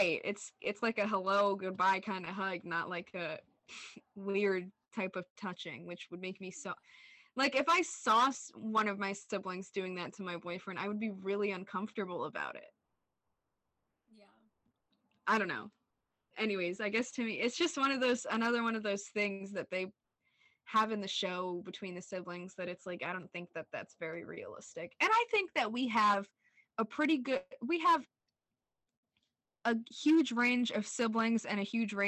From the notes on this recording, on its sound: The audio issues from episode 5 continue in this episode.